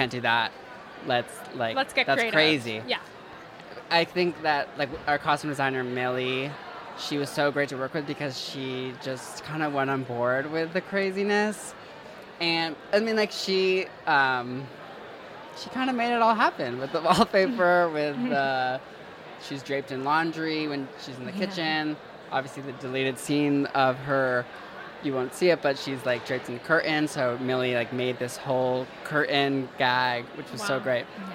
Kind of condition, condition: setting, busy venue